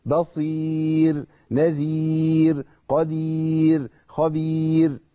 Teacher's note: الرايات المرققه نبين ترقيقها باسقاط الفك الى اسفل